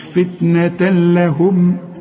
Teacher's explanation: وبعدين تنوينه وبعد لام، تنوين وبعد لام ما تغنش